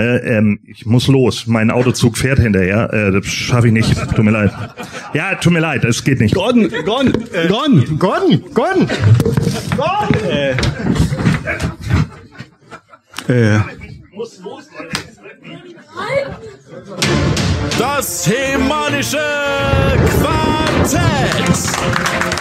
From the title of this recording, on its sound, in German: LIVE auf der Grayskull Con 2023